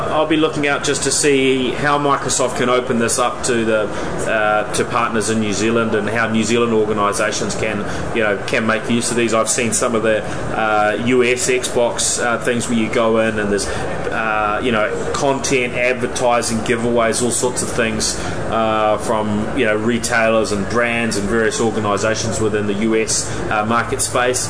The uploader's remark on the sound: This special edition of the NZ Tech Podcast reports lives from Microsoft’s Worldwide Partner Conference (USA).